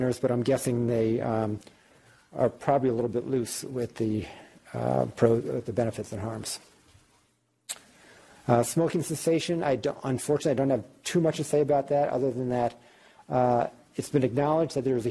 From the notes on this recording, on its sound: Norris Cotton Cancer Center Grand Rounds presented on November 6, 2018